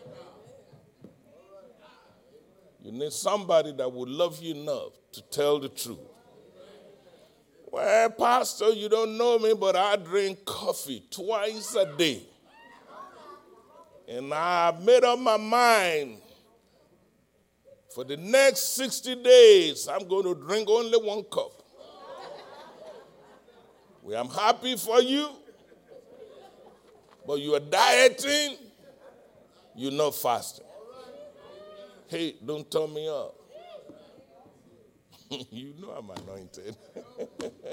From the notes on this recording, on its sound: live-recording